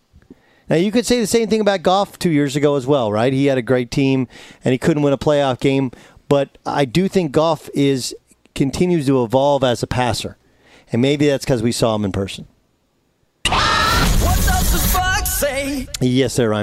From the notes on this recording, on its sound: live from Dallas Cowboys Training Camp from Oxnard, CA